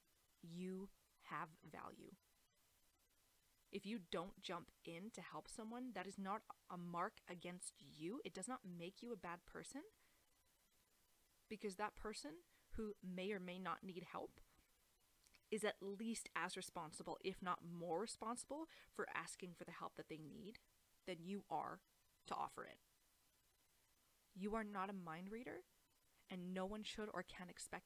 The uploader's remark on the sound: mic problems